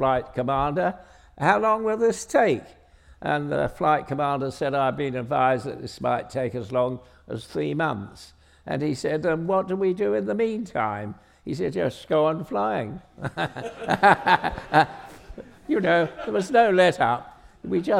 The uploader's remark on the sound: on stage at We Have Ways Fest